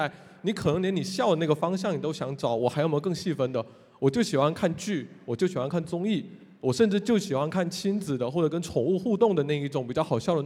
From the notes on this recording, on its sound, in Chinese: 最近新榜在上海举办了2023新榜大会。发布今年新榜大会上的部分演讲内容。在新榜大会上进行的一场圆桌对话。